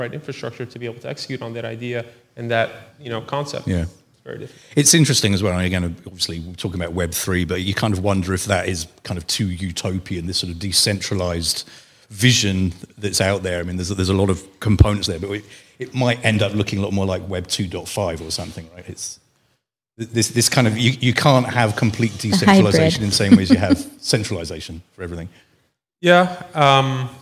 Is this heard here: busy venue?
yes